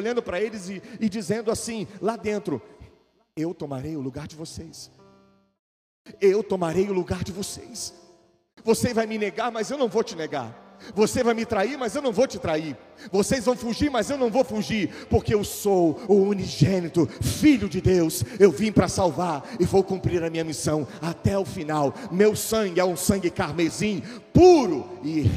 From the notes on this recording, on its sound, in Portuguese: Gravado ao vivo na igreja.